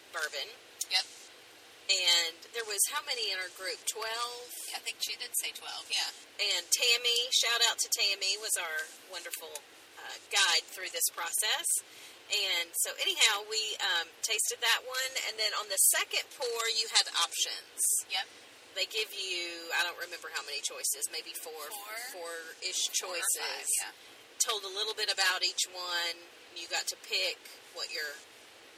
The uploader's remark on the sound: We did something very different on this episode - we recorded on our way home from KY!